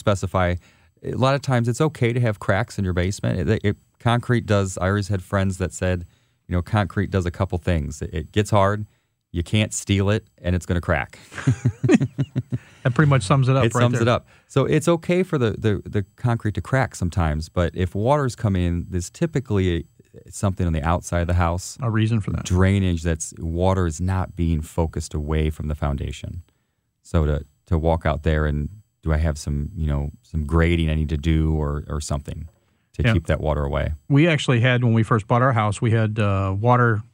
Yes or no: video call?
no